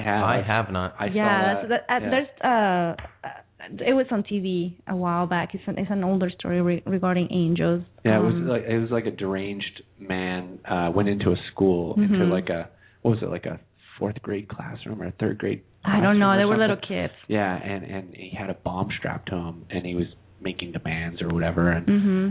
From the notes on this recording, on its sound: Take random callers who will share their "story".